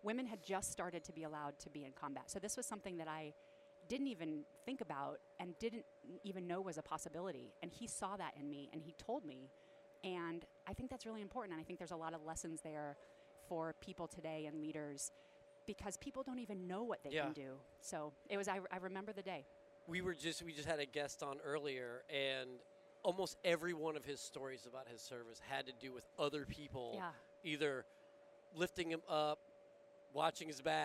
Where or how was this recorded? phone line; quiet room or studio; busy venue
busy venue